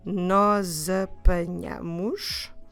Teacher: Nós apanhamos. Here the S at the end of nós, it's between the two vowels, so let's run them together as we've learned before with the sound of a Z. nós apanhamos.